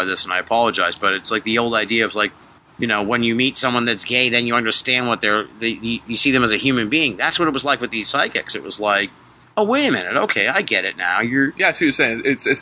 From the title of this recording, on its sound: on a Rooftop at Midnight